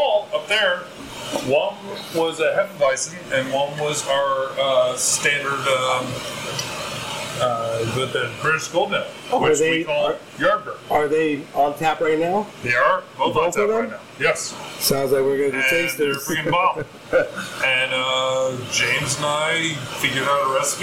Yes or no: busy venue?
yes